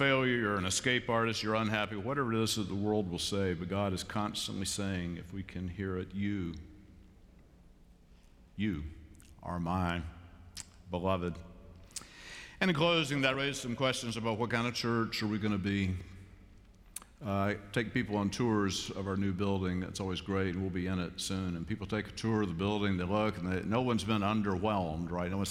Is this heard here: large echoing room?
yes